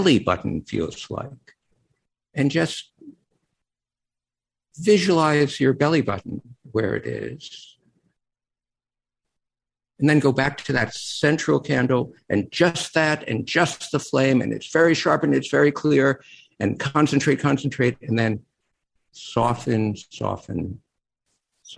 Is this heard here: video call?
yes